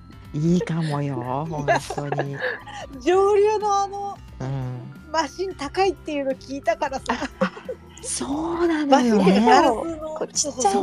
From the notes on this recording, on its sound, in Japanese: ツイッタースペースからダウンロードした音源です 雑音お聞き苦しい点お許しください